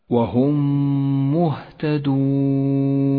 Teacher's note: المثال التالي الإدغام الشفوي عند قوله تعالى وهم مهتدون، الميم الساكنة جاءت بعدها ميم متحركة، ندغم الأولى بالثانية فتصيران ميما واحدة مشددة، لونت بالأخضر لأنها تحتاج إلى غنة زمنها حركتان، تقرأ هكذا وهم مهتدون.